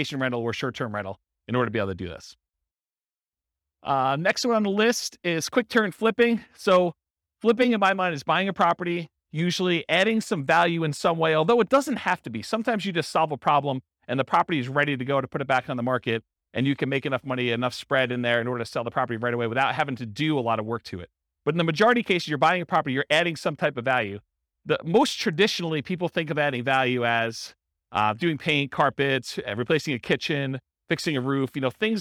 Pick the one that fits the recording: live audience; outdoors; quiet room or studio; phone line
live audience